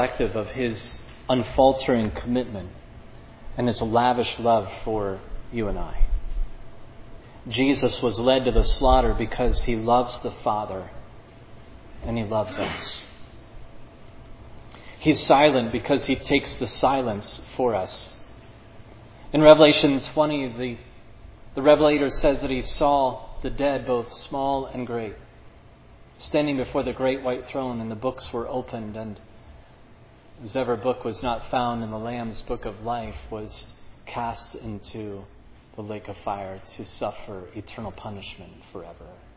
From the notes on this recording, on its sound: This sermon on Matthew 27:11-26 was preached at Providence Church on Sunday, August 14, 2022.